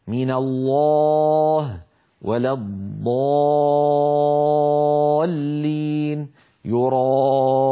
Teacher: صوت الألف المفخمة ينضغط إلى قبة الحنك، وذلك بسبب تقعر وسط اللسان وتضيق الحلق